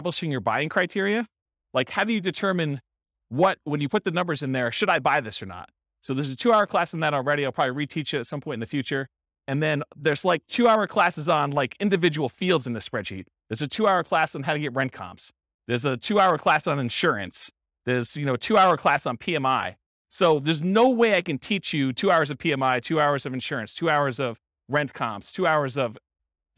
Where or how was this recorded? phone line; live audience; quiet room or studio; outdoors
live audience